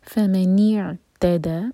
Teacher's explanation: فمن اعتدى، نون کے نیچے کسرہ واضح، یہاں پر اے آواز نہ آئے، ای آنی چاہیے، نی ناٹ نے. فمن اعتدى، عین کو جلدی نہ پڑھیں تاکہ جھٹکا نہ آئے، اور سکون کے بعد تا، تو تا پر زور دیا جائے گا